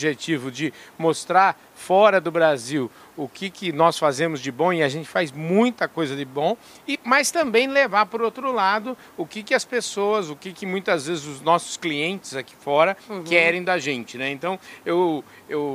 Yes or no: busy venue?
yes